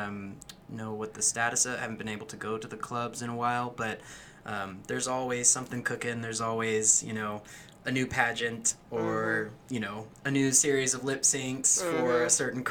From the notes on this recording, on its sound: We apologize for the slight hum. Our staff was working with some new equipment, and we'll do better next time.